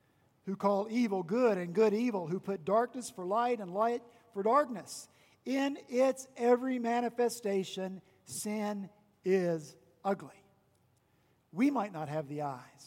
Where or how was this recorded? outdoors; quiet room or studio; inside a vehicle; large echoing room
large echoing room